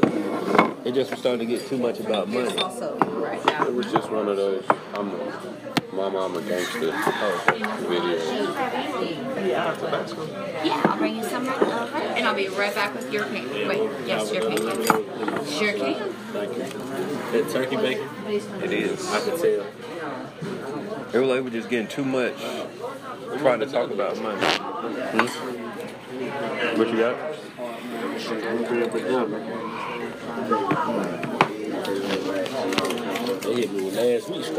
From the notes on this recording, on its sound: We continue our special behind the scenes of The Paid In AmeriKKKa Tour series. This week we press record while sitting at an IHOP in Tallahassee, Florida.